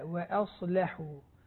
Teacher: وأصلحوا، يعني ما يقول وأصلحوا، يعني يقولنا تفخمنا الهمزة والواو، الواو والهمزة مرققة، الصاد واللام مغلظة. وأصلحوا على رواية ورش، يعني بس ضروري جدا أن نرقق الواو والهمزة. · Term: ترقيق الواو والهمزة